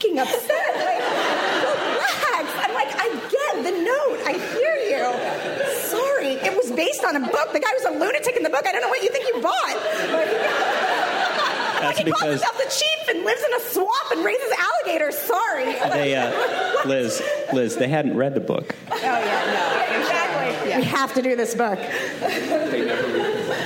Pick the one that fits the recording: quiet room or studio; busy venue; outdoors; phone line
busy venue